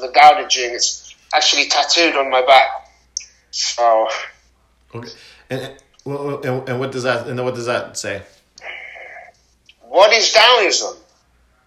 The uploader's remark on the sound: not great sound quality